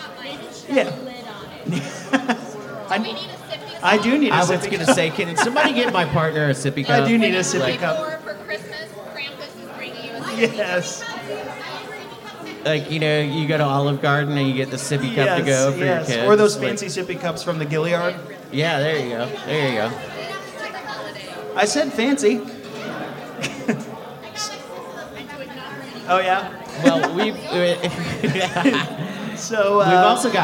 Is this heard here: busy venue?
yes